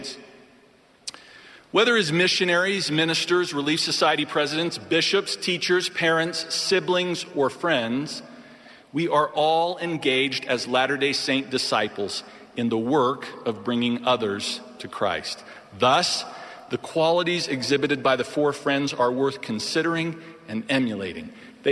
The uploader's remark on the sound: The Saturday Afternoon Session of the 192nd Semiannual Church of Jesus Christ of Latter-day Saints General Conference.